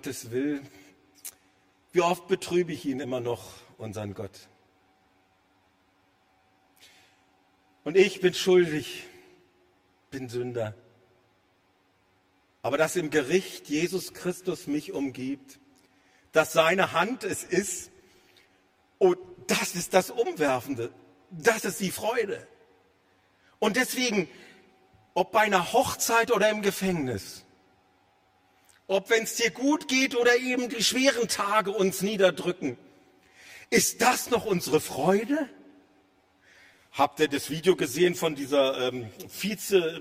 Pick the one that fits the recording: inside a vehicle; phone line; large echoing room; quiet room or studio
large echoing room